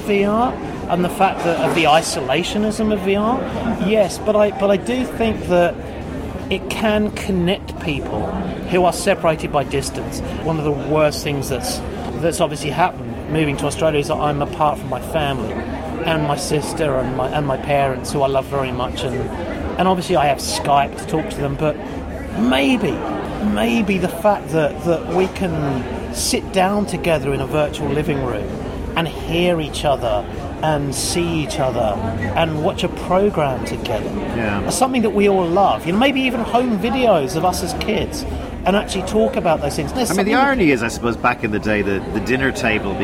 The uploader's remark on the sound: Recorded: A noisy bar in Sydney